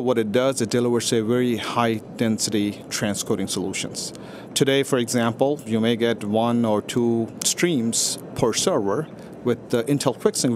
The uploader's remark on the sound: livecast from the National Association of Broadcasters conference in Las Vegas